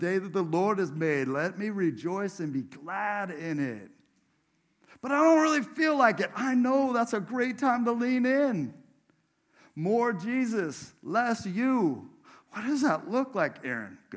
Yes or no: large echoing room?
yes